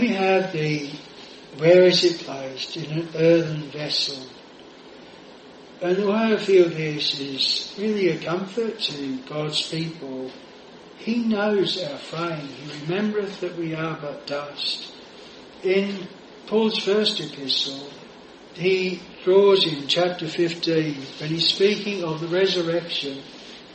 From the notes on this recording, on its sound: This sermon was preached at Jireh Chapel Attleborough.